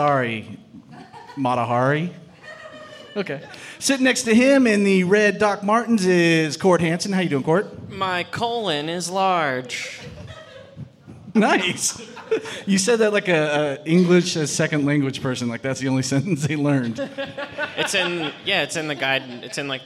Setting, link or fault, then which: setting, live audience